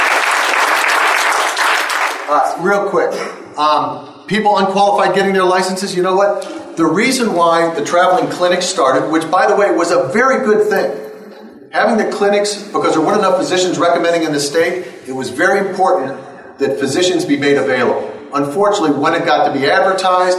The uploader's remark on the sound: Here is part 1 of the audio from the Helena Montana Medical Growers Assocation Cannabis Symposium. The whole event was streamed live, and I also recorded some video.